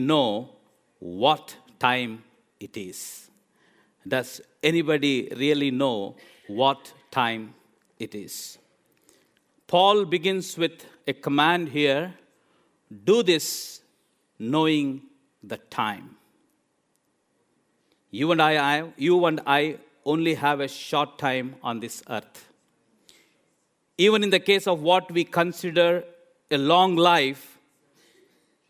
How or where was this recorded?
large echoing room